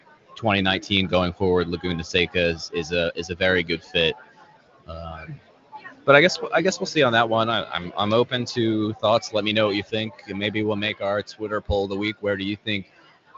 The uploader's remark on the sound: Live at PM18 at Pit Lane Parley